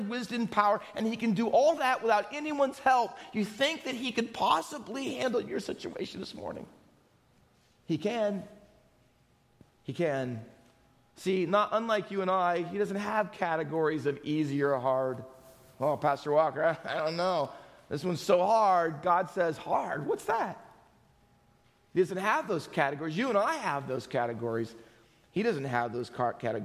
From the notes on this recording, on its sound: Faith Baptist Church in Hamilton, NJ.